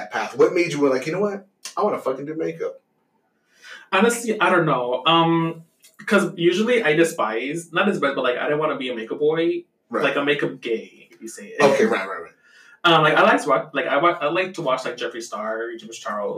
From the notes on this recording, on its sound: Our first episode recorded on a simple blue yeti microphone. Next few episodes will be recorded with better mic's sorry for the quality its our first episode lol.